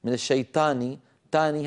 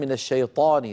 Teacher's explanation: في العاميات نحن لسنا معتادين أن نفخم بعض الحروف، يعني من الشيطاني تاني هذه بنقولها بين بعضنا، لكن في القرآن من الشيطاني لما نقرأ العرب تقول طاء الشيطان ويفخمون الطاء · Shown in: second take